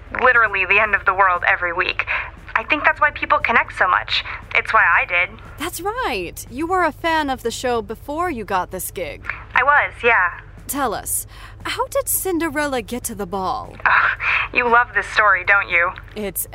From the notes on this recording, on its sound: phones in from set